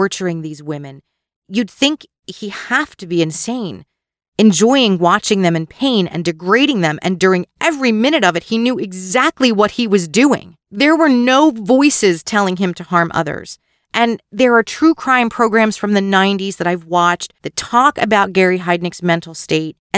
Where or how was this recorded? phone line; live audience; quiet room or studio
quiet room or studio